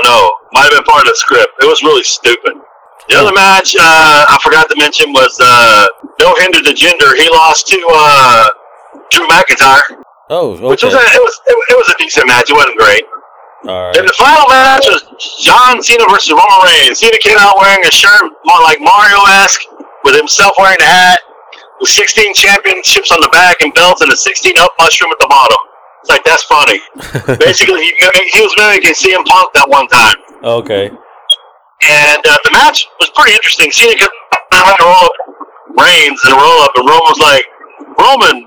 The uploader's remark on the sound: was on via phone call